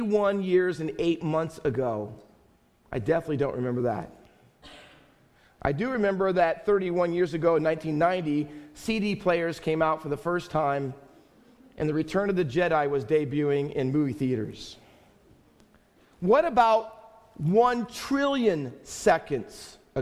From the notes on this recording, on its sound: Faith Baptist Church in Hamilton, NJ.